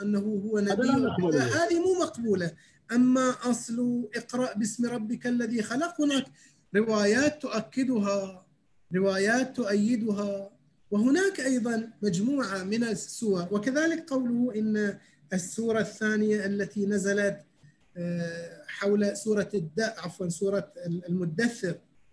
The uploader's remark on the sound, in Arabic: و يتم تسجيلها كل ليلة أربعاء على برنامج الزوم